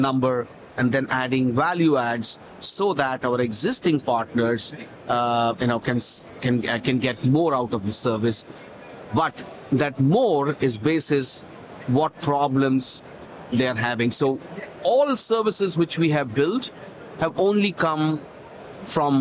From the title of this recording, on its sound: LIVE FROM MONEY 20/20 EUROPE